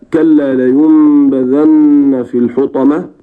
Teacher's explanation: أن فيه تحويل، أحول النون إلى ميم · Term: الإقلاب